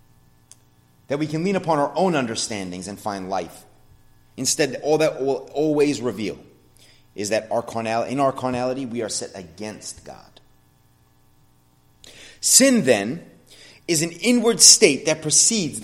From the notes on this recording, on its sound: sermon at The Blue Point Bible Church